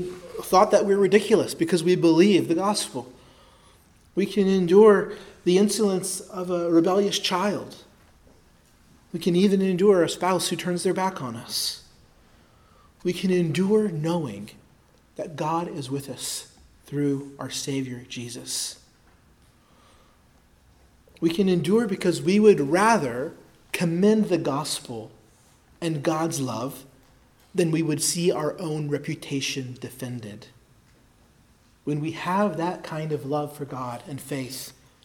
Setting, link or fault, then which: setting, large echoing room